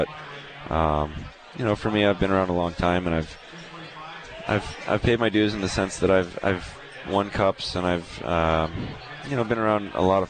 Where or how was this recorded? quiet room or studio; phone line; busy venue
busy venue